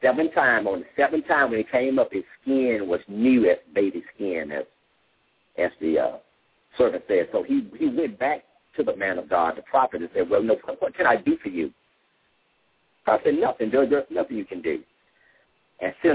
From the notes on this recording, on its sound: LML uses a progressive live call in format.